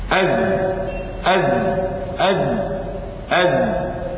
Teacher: إذن هي انحباس النفس يسمى جهر، جهر. الحرف مجهور لأن انحبس النفس عنده